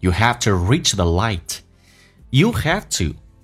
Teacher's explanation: 用降调来发 you have to